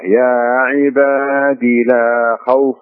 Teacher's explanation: الياء يا عبادي مو موجوده، تقراها كسره